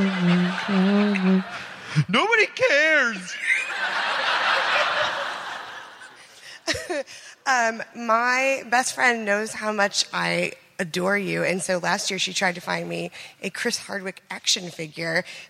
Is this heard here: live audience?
yes